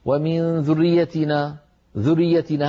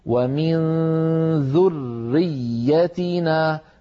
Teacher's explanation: من بيانه هكذا ومن ذريتنا، فيكون النطق براءين وياءين، إلا أن كل من الراء والياء مشددة بمعنى يرتفع المخرج عن الحرفين ارتفاعة واحدة · Shown in: second take